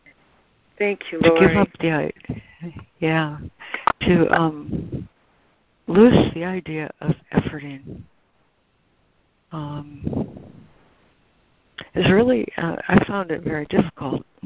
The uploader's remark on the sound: ACIM Daily Conference Call